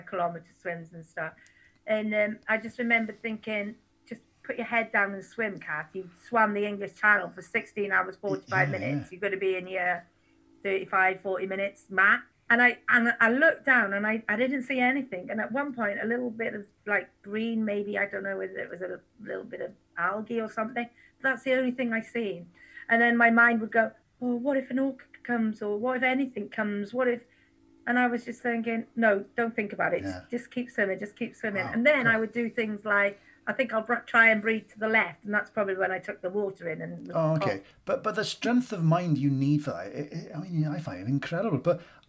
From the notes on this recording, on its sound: A wonderful chat over zoom with her recently.